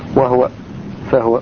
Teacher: فالها ساكنة في هو في قراءة الذين يسكنونها بعد الواو وبعد الفاء وبعد ثم وبعد اللام، فحين لا يمكن ادغامها، أقصد ليست داخلة في القاعدة هنا أنها ساكنة، ها ساكنة قبلها، وذلك مانع من موانع الادغام.